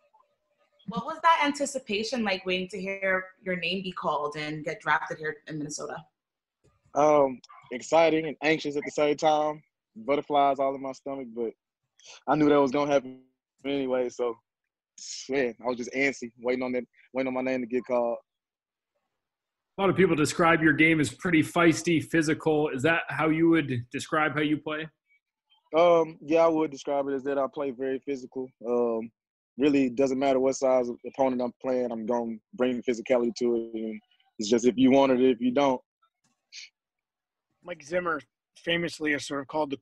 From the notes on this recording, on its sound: meets the Twin Cities media via a zoom call